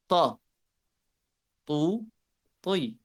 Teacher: l'extrémité de la langue avec la racine des incisives supérieures